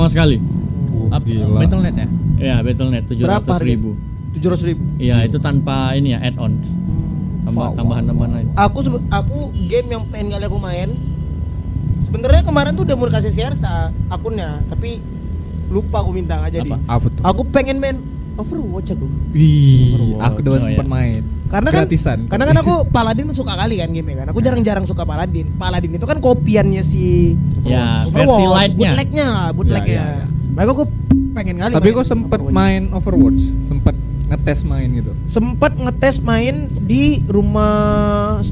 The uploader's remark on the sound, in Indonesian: Ngobrolin Game Di Rooftop. Mohon maaf banyak suara kendaraan. Hostnya pada goblok milih tempat take podcast.